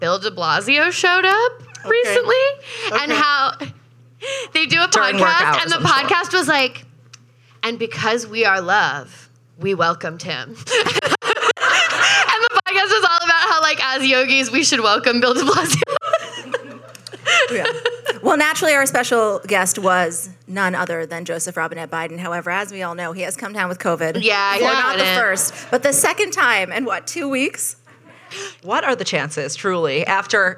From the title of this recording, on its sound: The Betches Sup Live!